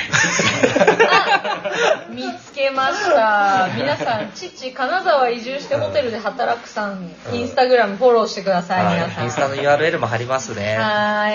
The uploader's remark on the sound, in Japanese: 富山総曲輪のインキュベーション施設HATCHよりお届けしています。オープンスペースでの収録となり、雑音が入っておりますがご了承下さい。